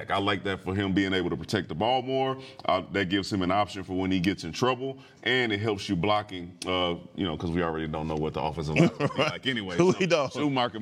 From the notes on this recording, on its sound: checks in live from Dallas Cowboys training camp